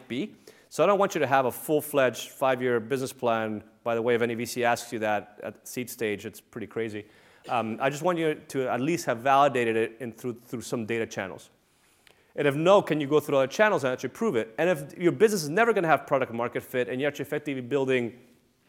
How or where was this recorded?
large echoing room